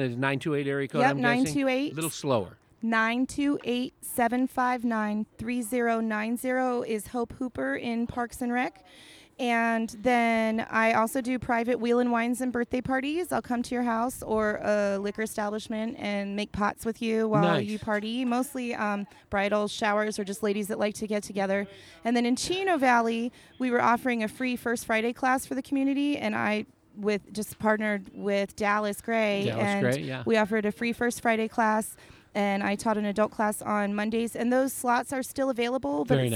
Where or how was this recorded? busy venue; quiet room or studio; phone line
busy venue